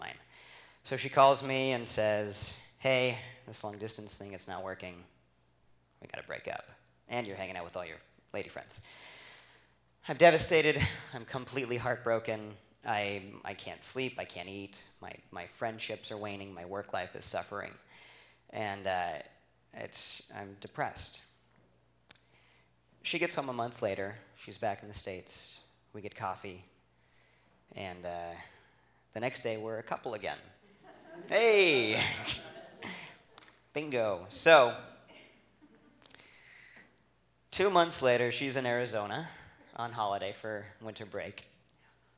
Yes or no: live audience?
yes